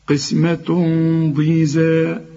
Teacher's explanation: تلك إذا قسمة، تلك حروف مرققة، إذا وقفت عليها تديها ألف كاملة، عند الوصل بعدها قاف، القاف من حروف الإخفاء، في عايزة غنة هنا، إذا قسمة، والقاف في آخر درجات التفخيم، قسمة ضيزى، هنا تنوين قسمة ضيزى، وبعدها الضاد، والضاد من حروف الإخفاء.